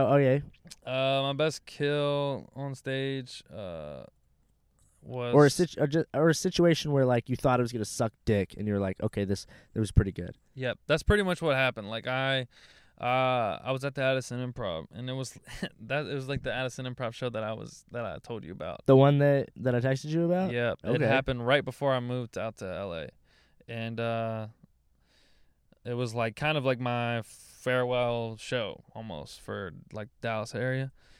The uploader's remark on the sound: a fight happened outside the car